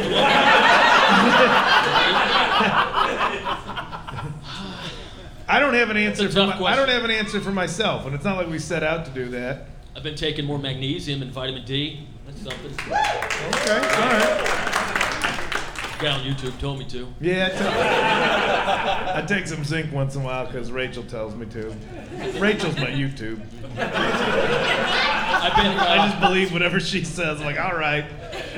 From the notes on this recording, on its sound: Live from Milwaukee. At The Milwaukee Comedy Festival.